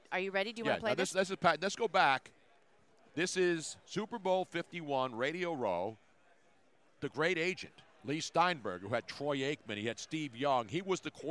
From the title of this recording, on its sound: LIVE from #SBLIV Radio Row!